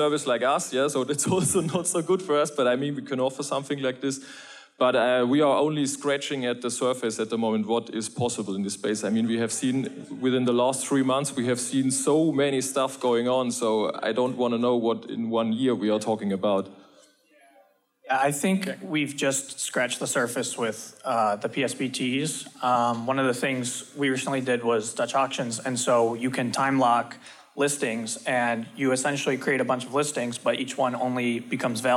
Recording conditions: busy venue